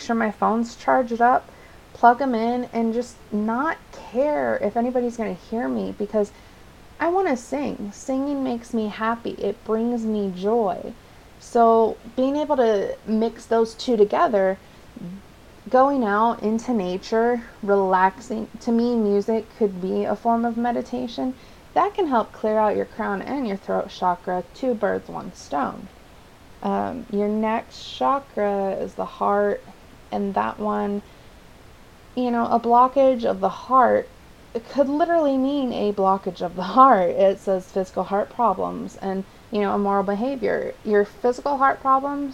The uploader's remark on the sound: For this installment, I recommend a lower volume due to the excessive and obnoxious background noise.